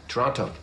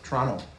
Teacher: Canadians don't pronounce the T. · Shown in: second take